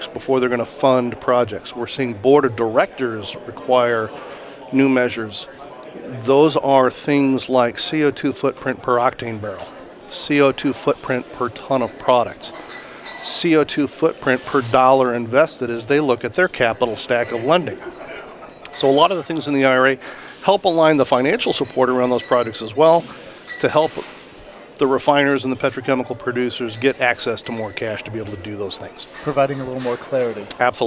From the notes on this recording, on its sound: Live at AFPM. Live at the AFPM Annual Meeting.